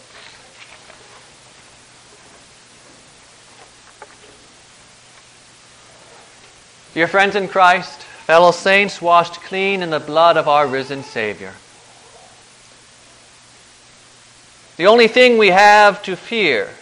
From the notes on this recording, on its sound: Preached on January 3, 2010, for the Second Sunday after Christmas, at St. John's Ev.